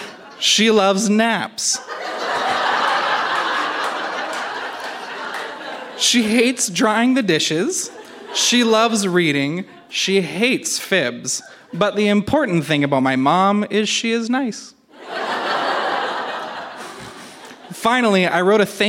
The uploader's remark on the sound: Recorded live at the Victoria Event Centre in Victoria, BC.